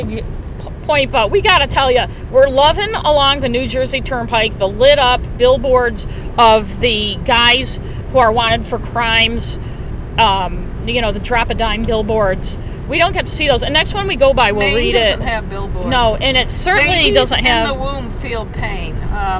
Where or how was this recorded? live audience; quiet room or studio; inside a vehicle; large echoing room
inside a vehicle